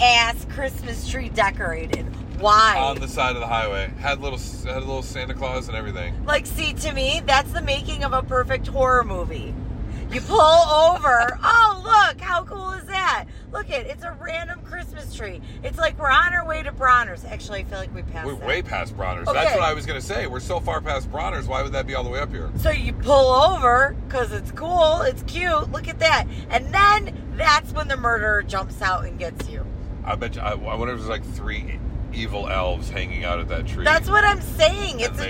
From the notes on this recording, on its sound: Take a special trip up to the U.P for a live show and have special traveling podcast for you made in the car!